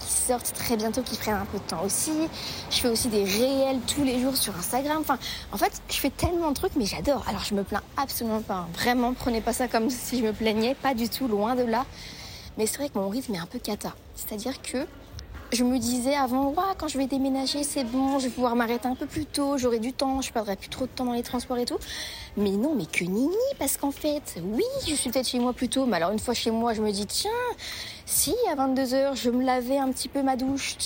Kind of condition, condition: setting, inside a vehicle